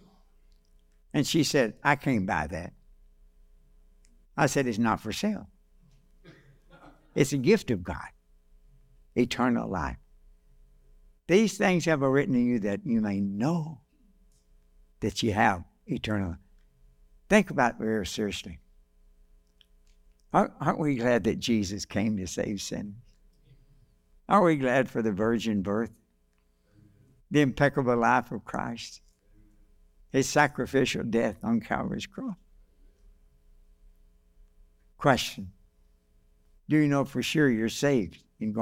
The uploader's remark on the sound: This message was delivered on December 10, 2023, during our evening service.